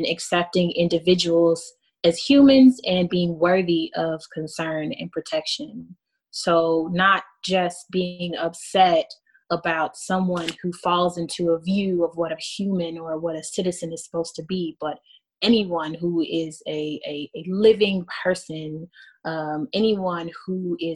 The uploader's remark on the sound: The Carl Schurz Haus in Freiburg hosted an online panel discussion with five Americans living in Germany. The audio version of the panel is being re-broadcast here on The Expat Cast.